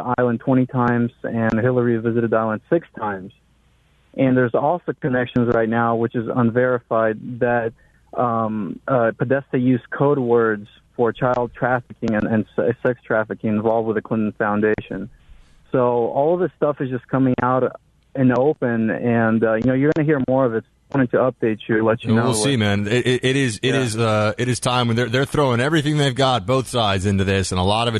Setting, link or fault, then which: link, phone line